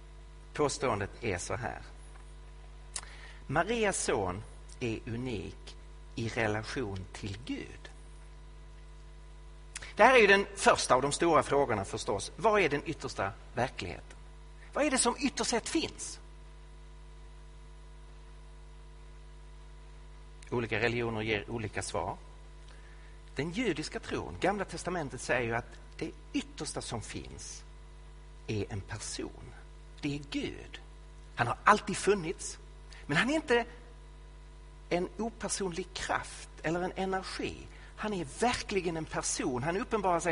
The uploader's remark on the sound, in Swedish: Inspelad i Betlehemskyrkan i Stockholm